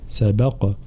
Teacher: في كلمة قد سبق قاف مقلقلة نعم ولكن ليست مشددة